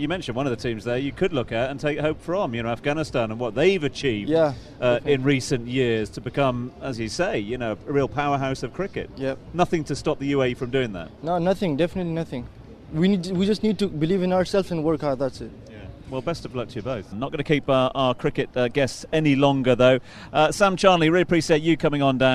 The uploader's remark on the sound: From the rooftop garden of Barasti